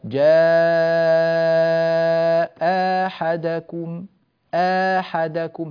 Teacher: تلغى الهمزة الثانية وتبدل ألفا فتصير جاء أحدكم أحدكم هكذا، آ صوت متصل مستقيم جيد، وكما قلنا يمد بمقدار حركتين فقط، لا يمد أكثر من حركتين، ولا يعامل هذا المد ليس مد بدل مثلا.